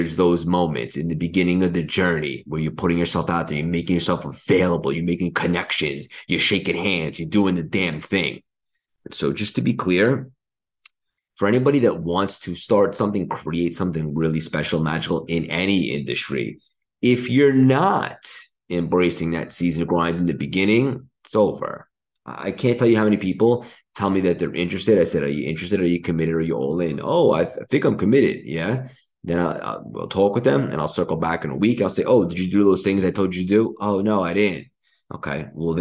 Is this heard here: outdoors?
no